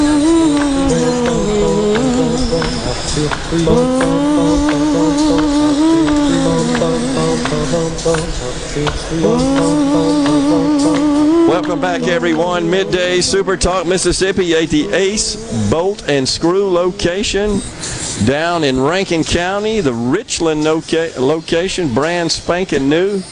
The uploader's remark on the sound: MidDays is LIVE from the Grand Opening of the new Richland location for Ace Bolt & Screw. Under the SuperTalk tent.